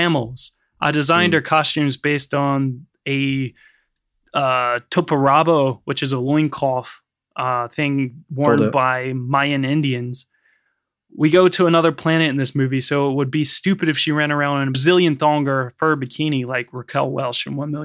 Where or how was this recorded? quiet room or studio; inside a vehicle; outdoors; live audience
quiet room or studio